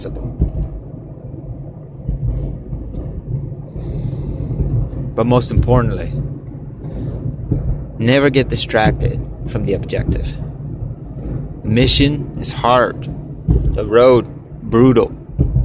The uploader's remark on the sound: Strange thoughts while driving